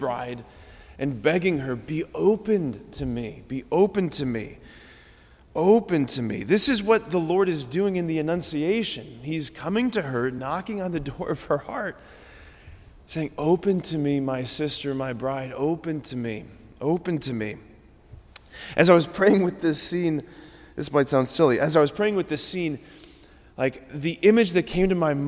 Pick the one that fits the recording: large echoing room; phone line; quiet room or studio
large echoing room